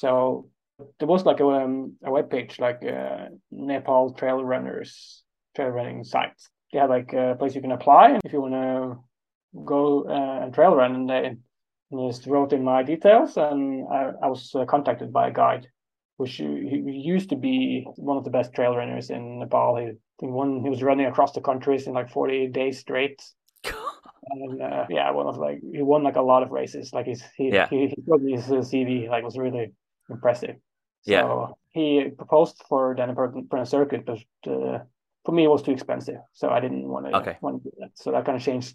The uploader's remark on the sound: A month later, we caught up on Zoom for this interview.